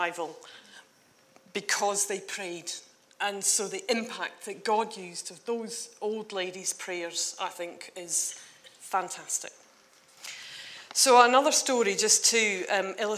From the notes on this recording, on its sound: on 30th June 2019 at King's Church, Cockermouth